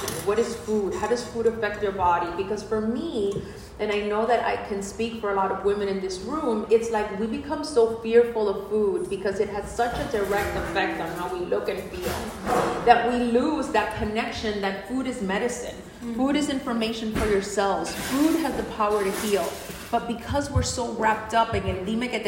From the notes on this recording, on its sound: NYC Event Panel Discussion. On this episode you will listen to the entire panel discussion at our Mujerón Movement NYC Event we had last week.